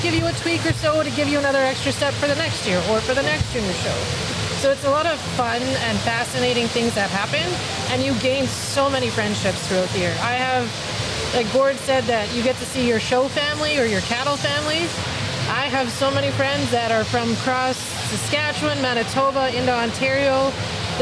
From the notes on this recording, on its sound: Live from the Stockade Round-Up at the Lloydminster Exhibition Association.